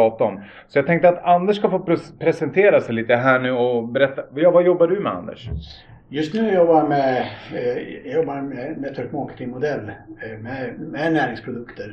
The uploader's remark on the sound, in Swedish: Vi ber om ursäkt för ljudet i detta avsnitt då vi hade lite tekniska problem under inspelningen.